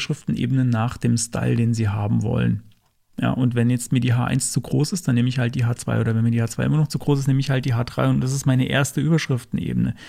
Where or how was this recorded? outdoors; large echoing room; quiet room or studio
quiet room or studio